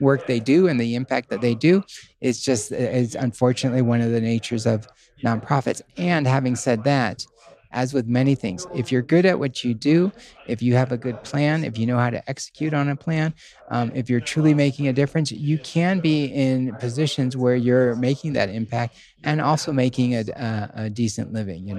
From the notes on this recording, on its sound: We are live again from the GoBundance event